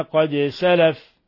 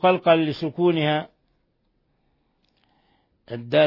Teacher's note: الدال تقلقل لسكونها لأنها من الحروف الخمسة